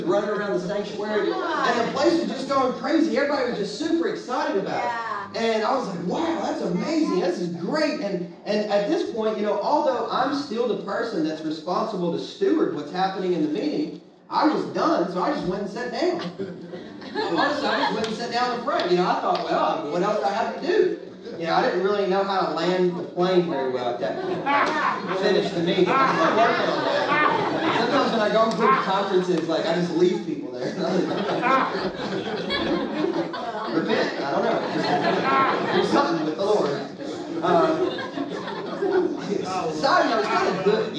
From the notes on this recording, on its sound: Legacy Nashville -- salvaged audio.